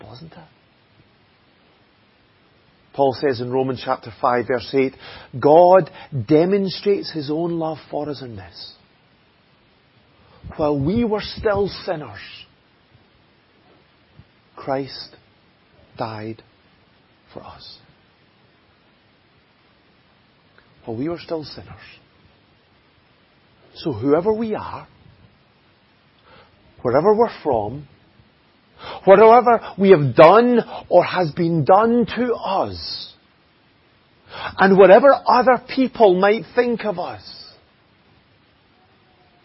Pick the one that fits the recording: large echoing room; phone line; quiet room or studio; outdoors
large echoing room